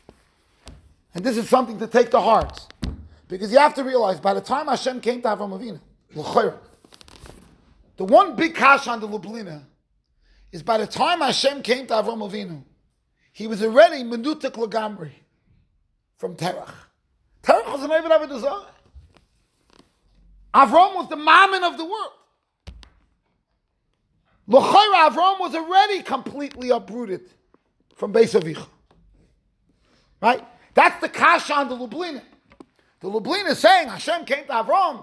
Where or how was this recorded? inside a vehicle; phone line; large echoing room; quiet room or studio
large echoing room